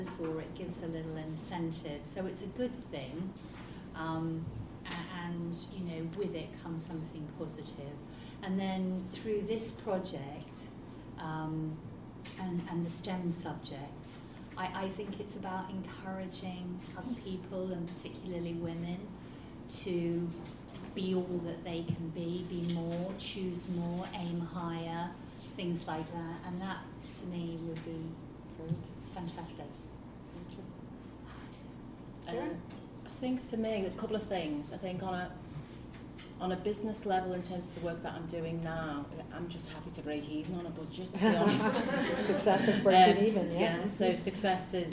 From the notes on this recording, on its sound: We headed up to Liverpool to co-host a live panel discussion with The Women's Organisation.